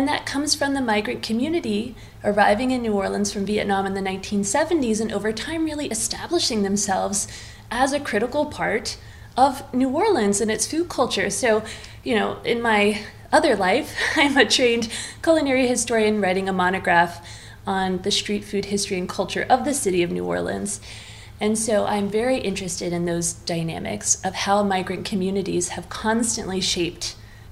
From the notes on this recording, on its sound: a special episode taped on location during the Roundtable sessions at the 4th Annual Smithsonian Food History Weekend in Washington, D.C.